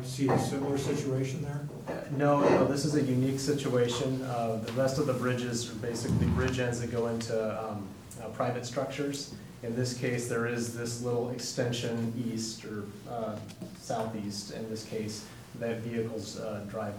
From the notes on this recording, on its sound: Live recording of Astoria City Council meeting. In City Council Chambers.